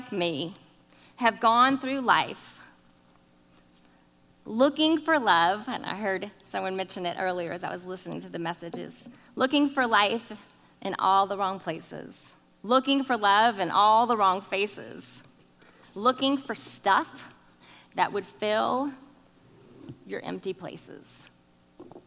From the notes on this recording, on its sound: keynote talk from August 2019